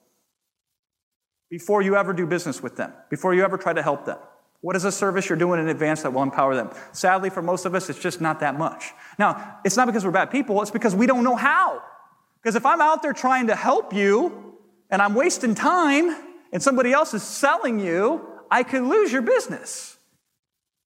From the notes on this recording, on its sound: to the audience at the HyperFast Sales Summit